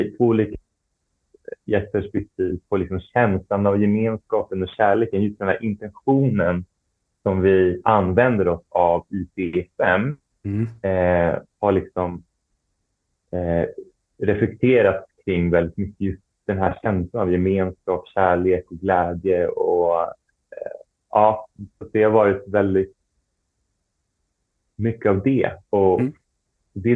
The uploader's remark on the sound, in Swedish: Ljudupptagningen är inte optimal då det är inspelat från en live session via zoom och med "vanliga" hörlurar.